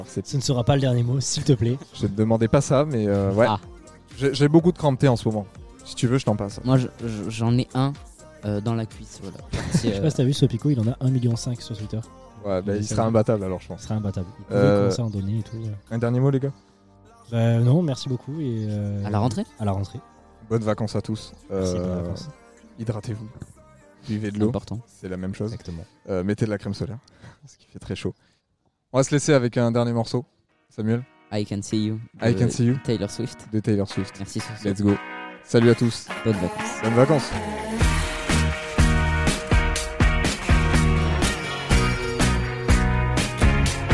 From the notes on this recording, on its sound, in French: Enregistré pendant le Festival International de Journalisme.